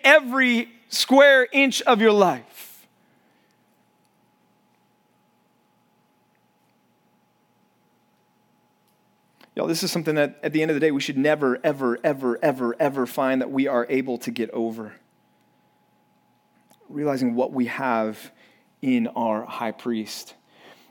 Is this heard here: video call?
no